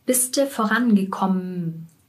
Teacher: Wird zu m gekommen. Das heißt, wir sprechen das en am Ende nicht aus